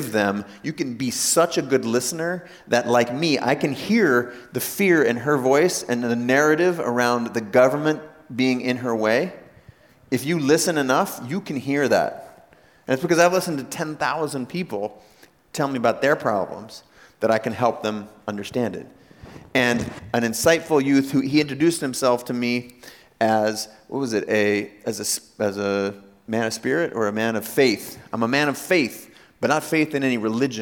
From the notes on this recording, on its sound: Today you’re joining me in Jamaica where I gave a keynote to rising stars; part of Richard Branson’s Center for Entrepreneurship. Getting to hear from 3 different entrepreneurs on stage.